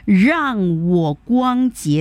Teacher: 就是声母的部分是 R 日的那个音读到了 Y 啊，大一的那个音了啊。所以就读错了这个音哈。另外呢，就是发音